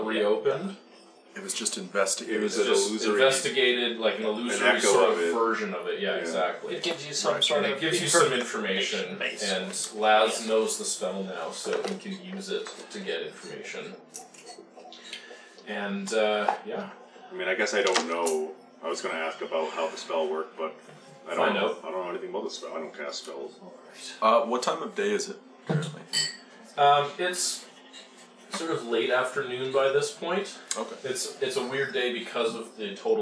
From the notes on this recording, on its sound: Once again, apologies for the microphone noises. This episode was recorded in person, and fitting 7 people into a small space with one microphone presents a whole new list of challenges.